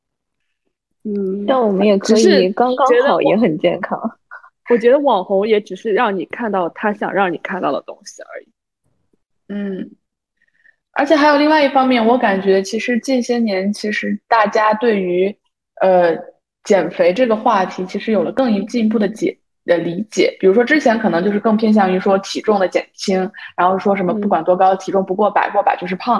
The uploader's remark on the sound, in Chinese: 由于疫情原因，我们转为线上录制，音质有所影响。